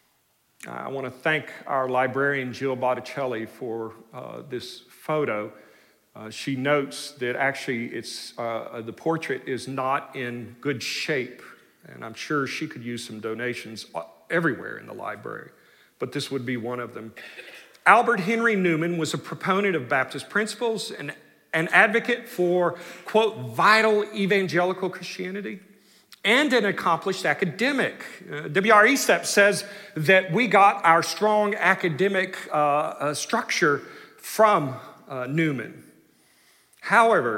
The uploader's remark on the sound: delivered the Founder’s Day Address in #SWBTSChapel on March 9, 2023.